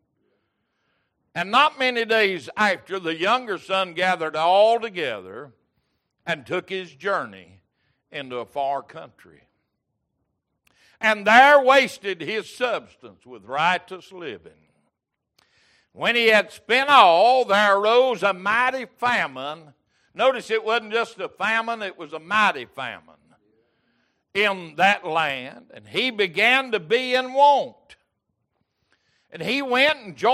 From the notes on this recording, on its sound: Recorded October 12, 2022 - Wednesday Evening Service